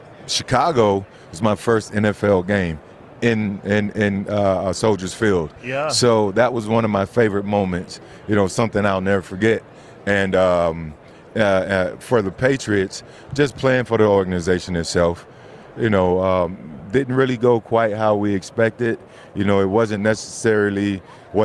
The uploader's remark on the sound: Live from Super Bowl LVIII